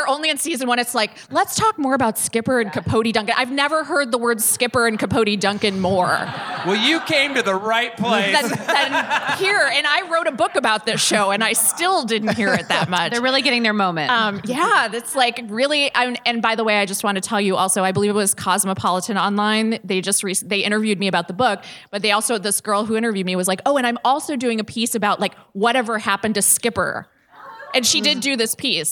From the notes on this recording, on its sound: LIVE from the Bell House in Brooklyn, NY. Our very first LIVE episode from our LIVE show.